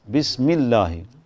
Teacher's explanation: سبقت بكسر ترقق لامها فتقول بسم الله ما تقول بسم الله اللام هنا مرققة في لفظ الجلالة لأنها مسبوقة بكسرة